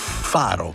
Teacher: una fricativa labiodentale sorda